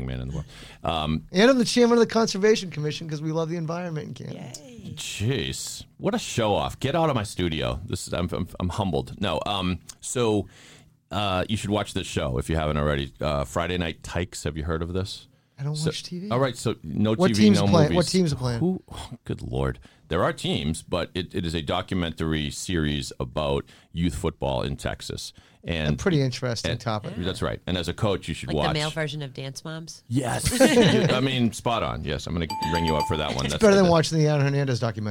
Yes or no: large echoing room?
no